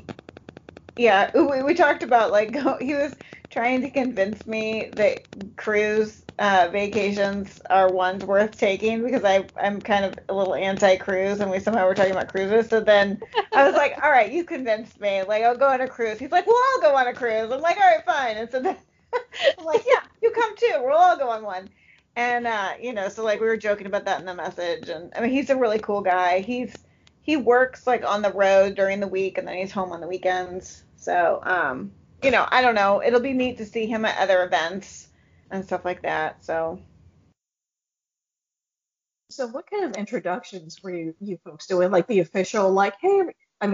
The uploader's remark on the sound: There are some sound issues in this episode - our apologies!